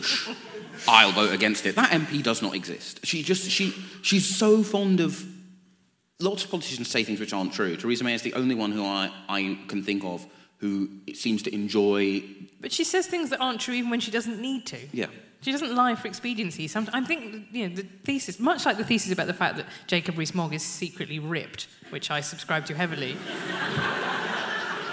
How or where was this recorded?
live audience